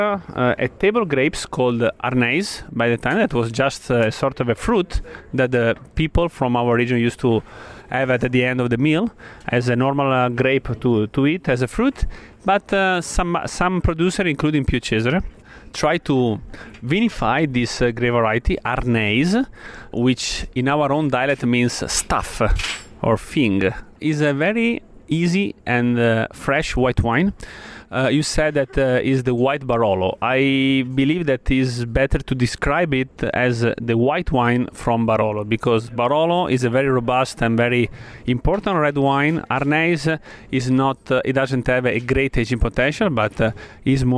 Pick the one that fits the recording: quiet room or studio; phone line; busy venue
busy venue